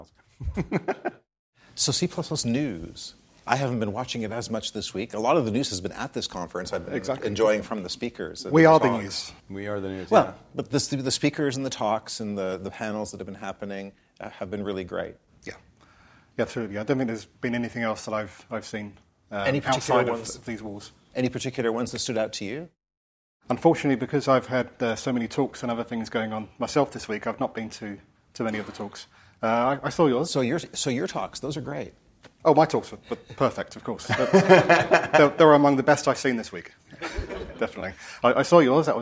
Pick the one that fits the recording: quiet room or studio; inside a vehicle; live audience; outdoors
live audience